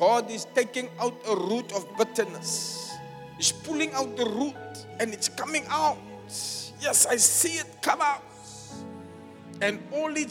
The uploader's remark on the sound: Preached at Zion Sanctuary, Cape Town on the 4th June 2023